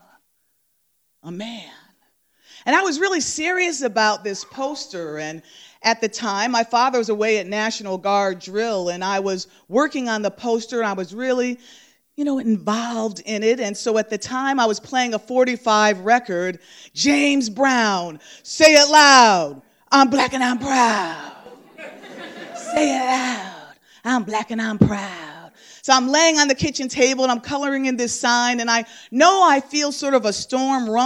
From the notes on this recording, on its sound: Live at The Mouth Off. The Mark Twain House in Hartford, CT.